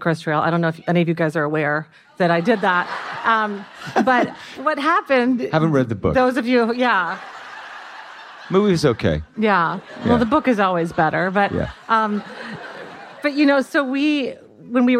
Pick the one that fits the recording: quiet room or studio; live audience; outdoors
live audience